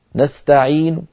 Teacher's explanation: الرحيم، الرحيم كسرة لكنها منخفضة الصوت، إياك نعبد وإياك نستعين، نستعين، فالحرف الأخير وهو النون المضمومة يأتون بها بصوت ضعيف، يبقى تقريبا ثلث الصوت ويذهب ثلثاه